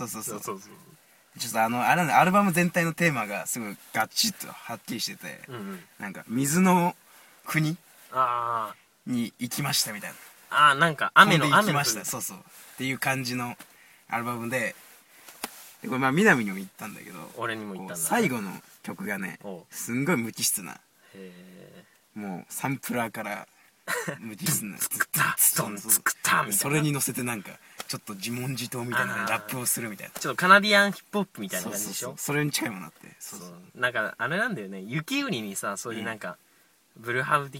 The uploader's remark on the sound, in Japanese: 寒空のした収録した第1回目でございます。